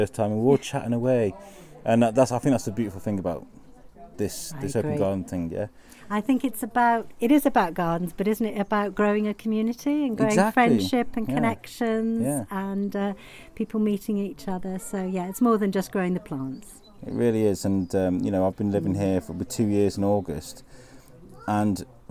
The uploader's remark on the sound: Belle Vue Open Garden event, part of The Belle Vue Arts Festival. I had a wonder around that the gardens that people had opened up to the public for the day as part of the Belle Vue Arts Festival. I met so many amazing people.